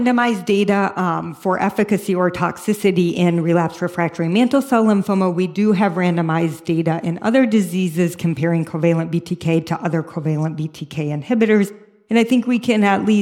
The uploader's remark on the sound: a symposium recorded during the 2023 ICML conference in Lugano